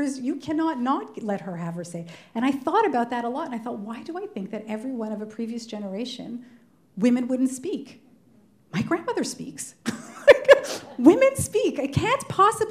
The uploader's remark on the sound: recorded on stage at one of Toronto Public Library ’s 100 branches